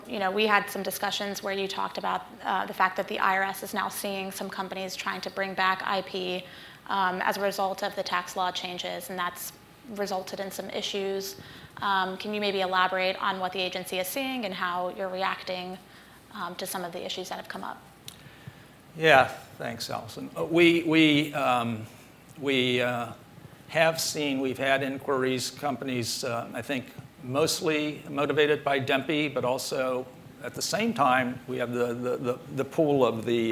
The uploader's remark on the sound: At Bloomberg Tax's 2020 Outlook on Tax event in Washington